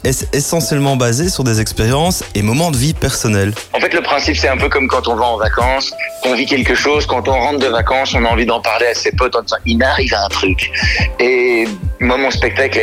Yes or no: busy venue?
no